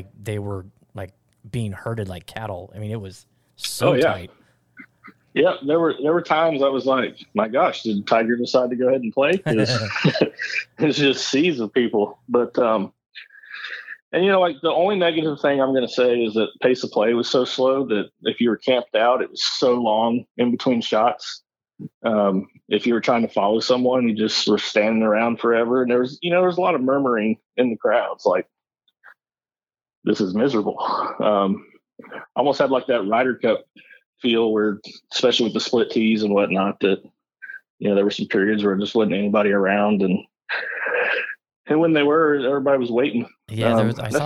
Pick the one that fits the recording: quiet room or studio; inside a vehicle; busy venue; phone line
phone line